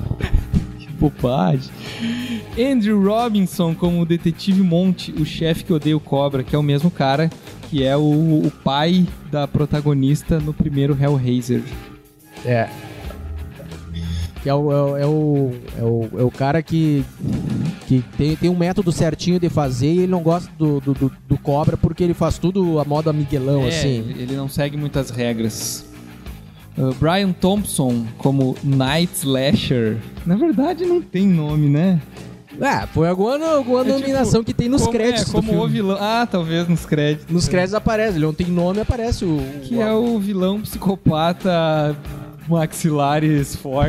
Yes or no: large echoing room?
no